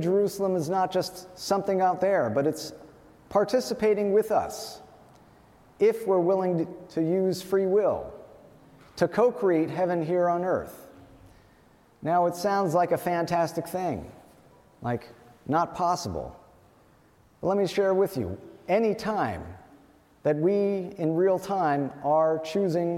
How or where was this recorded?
large echoing room